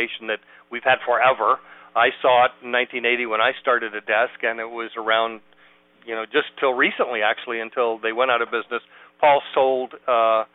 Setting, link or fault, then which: link, phone line